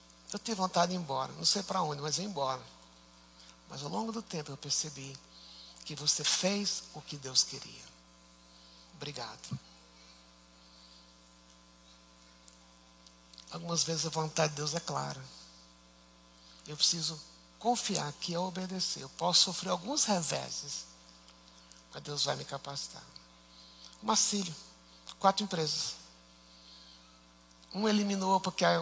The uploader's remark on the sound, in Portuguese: Culto ao vivo IBMorumbi